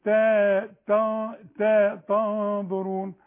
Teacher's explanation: كلمة تنظرون لازم ترقق التاء تاء وبعدين تفخم الغنة